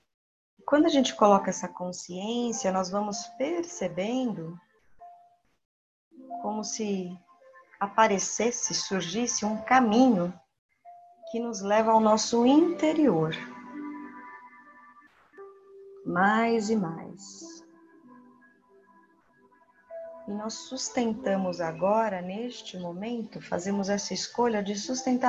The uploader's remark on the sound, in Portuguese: Trecho extraído da meditação no grupo online dia 2 de abril de 2020 (via plataforma Zoom)